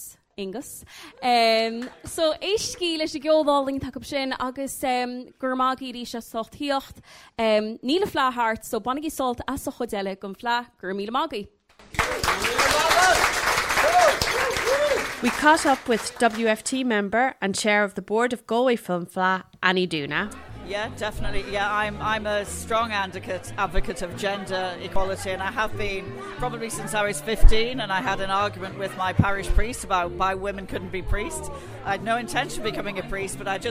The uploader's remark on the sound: WFT and TG4 New Partnership Launch at the Galway Film Fleadh. This live event, which took place in the Pálás cinema.